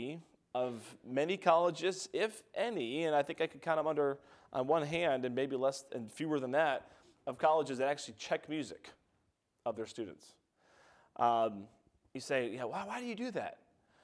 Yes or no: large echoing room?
yes